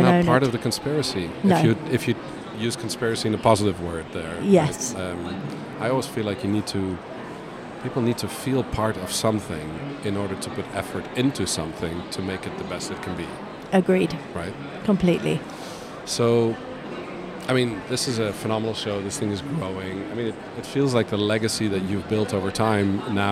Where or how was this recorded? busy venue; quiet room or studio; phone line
busy venue